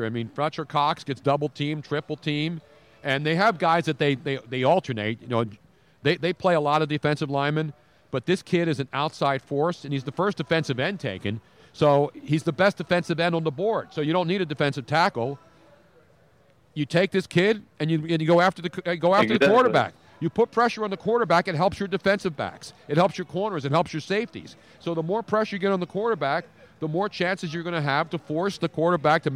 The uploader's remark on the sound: Part 2: We were LIVE from the #NFLDraft2017 Philadelphia for 6 HOURS. Part 2 of a 6 hour Draft Fest LIVE from the Draft Headquarters in Philadelphia.